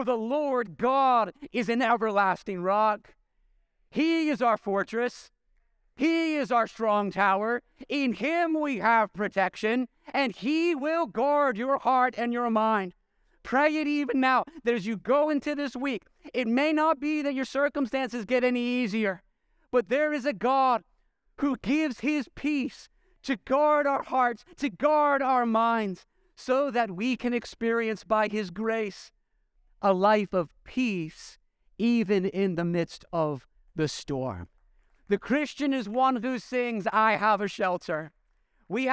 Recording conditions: large echoing room